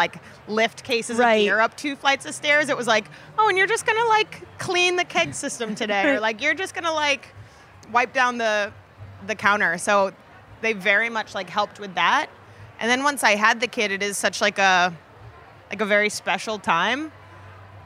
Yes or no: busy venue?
yes